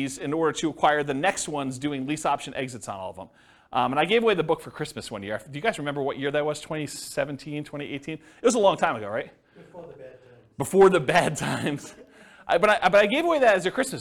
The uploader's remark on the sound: This was a live class recorded